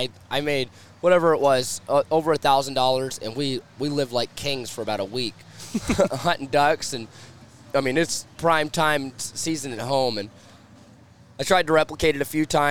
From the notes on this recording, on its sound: Live from Waterfowl Weekend 2023.